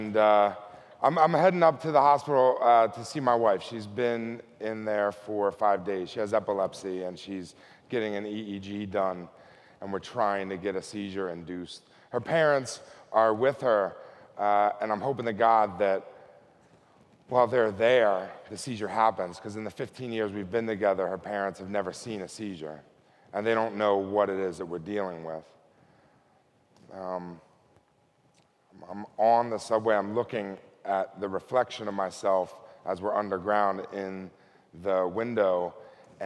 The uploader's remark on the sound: Recorded at TEDMED 2013.